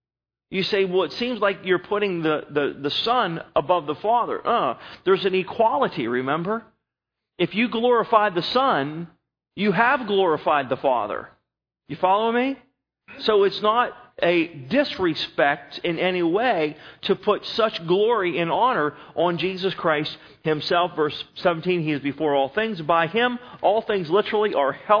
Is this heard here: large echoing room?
yes